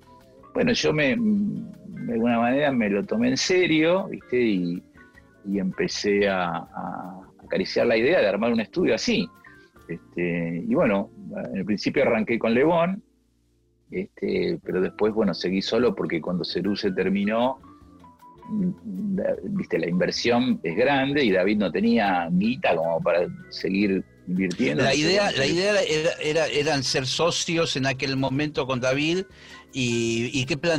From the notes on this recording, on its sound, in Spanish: Una charla virtual entre consolas y equipos de sonido.